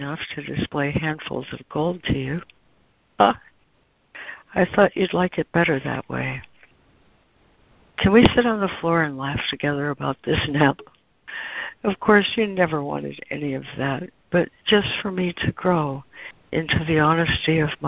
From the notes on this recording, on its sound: ACIM Daily Conference Call